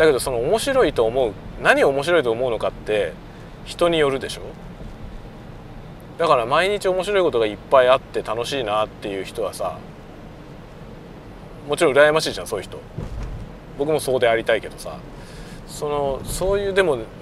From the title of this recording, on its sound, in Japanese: ドライブ収録】運転しながらダベるよ